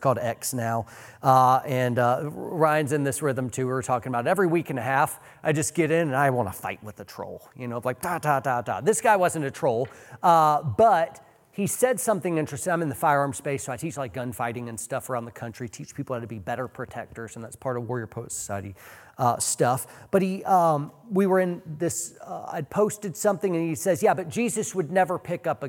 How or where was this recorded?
live audience